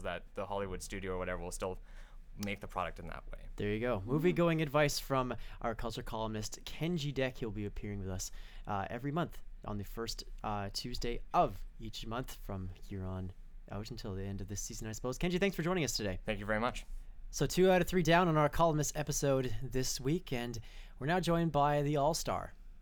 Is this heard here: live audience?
no